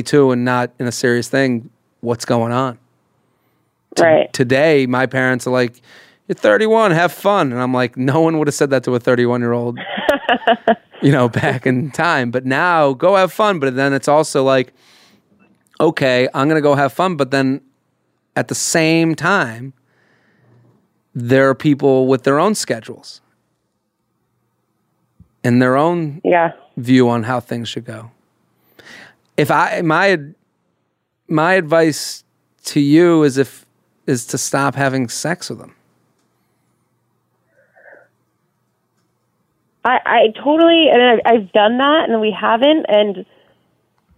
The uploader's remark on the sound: Has a phone conversation with a listener.